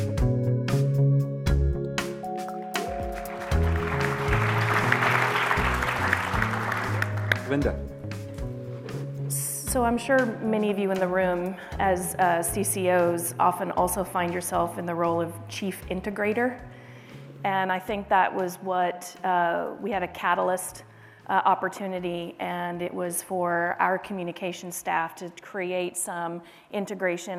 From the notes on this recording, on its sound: At this year's Annual Conference, Page welcomed to the stage